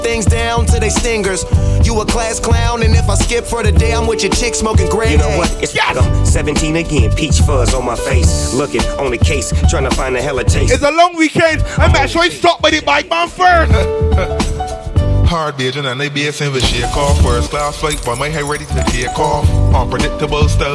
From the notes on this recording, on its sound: LIVE AUDIO FROM RUSH - BEACH PARTY 06.